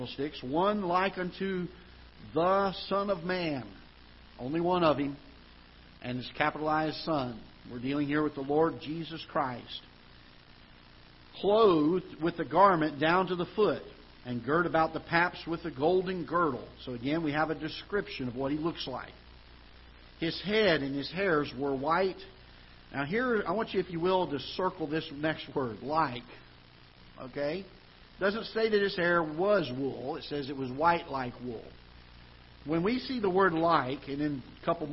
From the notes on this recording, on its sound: Ketha Heights Baptist Church ~ Live Broadcast.